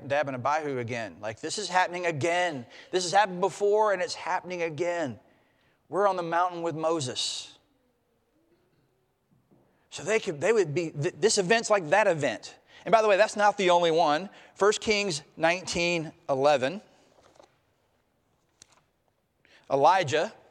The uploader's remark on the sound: preached at Traditional Worship marking Transfiguration Sunday